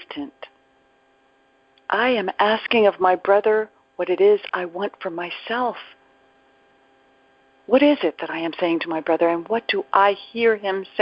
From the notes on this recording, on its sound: ACIM Daily TEXT Conference Call.